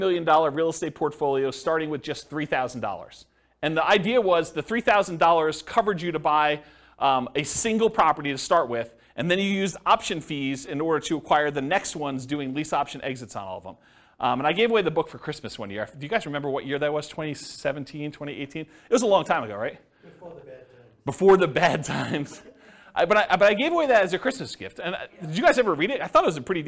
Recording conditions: live audience